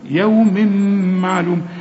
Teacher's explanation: التنوين اللي بعده ميم، اوعى تنسى تغن · Term: الغنة